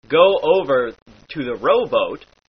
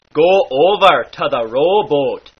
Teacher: The long O sound in words like go has stretched out a bit. · Shown in: second take